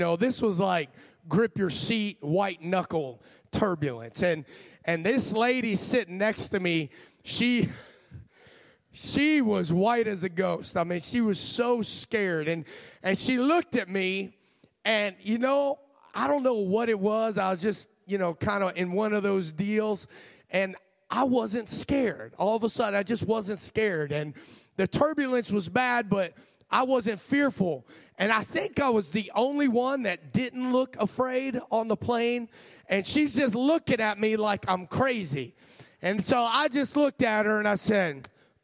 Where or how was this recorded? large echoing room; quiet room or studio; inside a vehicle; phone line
large echoing room